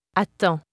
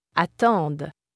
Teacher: Note that the D of the singular stem is not pronounced because a consonant follows. · Shown in: first take